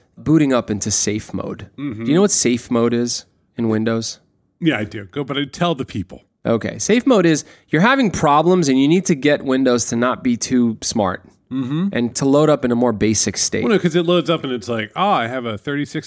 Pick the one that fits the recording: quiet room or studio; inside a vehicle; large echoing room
quiet room or studio